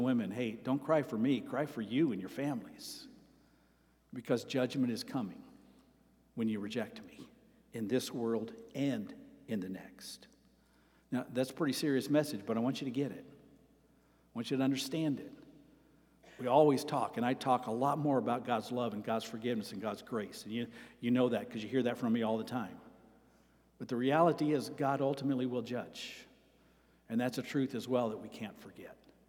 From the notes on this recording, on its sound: At Avondale Baptist Church.